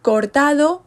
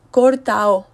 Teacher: eliminamos la letra D y decimos ao, io · Shown in: second take